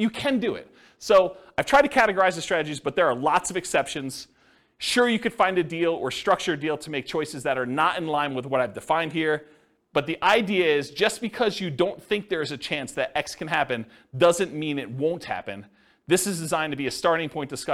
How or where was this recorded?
live audience